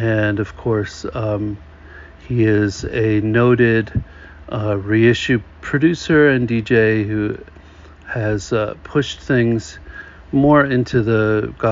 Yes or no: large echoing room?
no